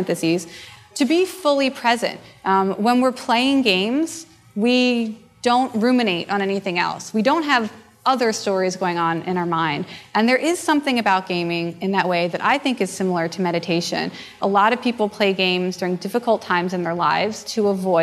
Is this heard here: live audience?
yes